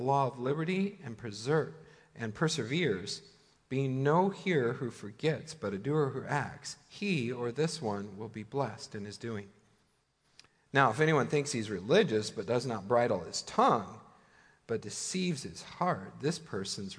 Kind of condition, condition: setting, large echoing room